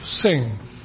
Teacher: And then a voiced velar, nasal, that's the mmm sound, as in the end of sing, voiced, velar, nasal